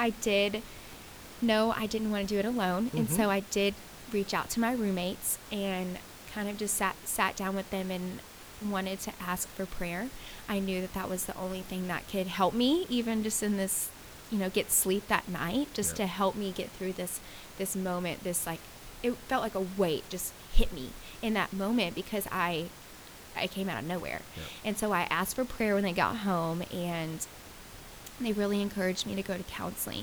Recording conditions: background noise